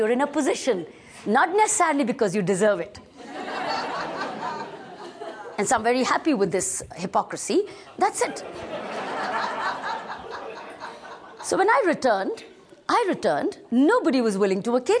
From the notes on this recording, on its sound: Topics ranging from personal growth to world affairs to sustainable ecology were presented and recorded live. This lecture was recorded live at the Himalayan Institute in Pennsylvania, in 2004, at a conference entitled Freedom from Fear.